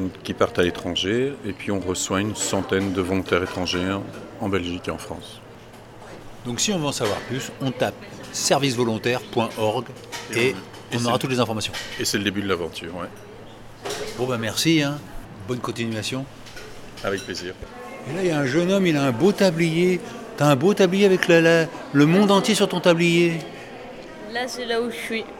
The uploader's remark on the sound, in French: Ayant eu la chance d'être invité au festival organisé par les aventuriers du bout du monde, j'y suis allé avec mon micro.